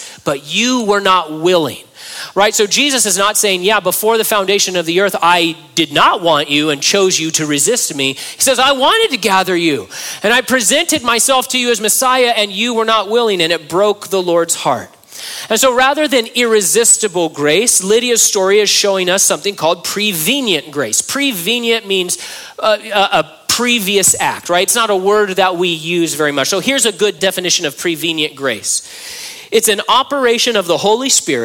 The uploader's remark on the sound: during a live Q&A session at Calvary Hanford